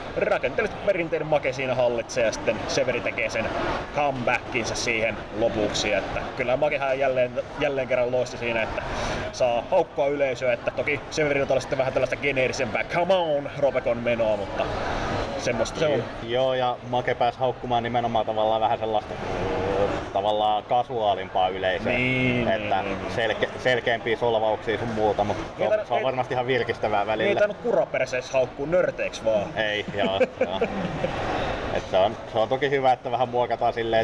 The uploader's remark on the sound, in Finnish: FCF Ropecon 2023. Pahoittelemme äänitteen taustahälyä.